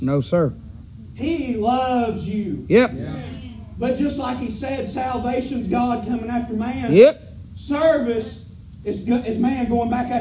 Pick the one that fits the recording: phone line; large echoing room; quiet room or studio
large echoing room